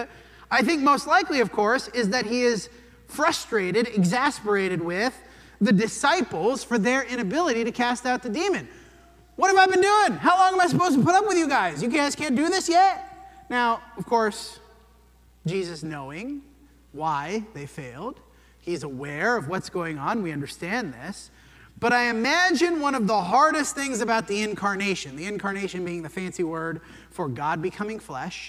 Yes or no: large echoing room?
yes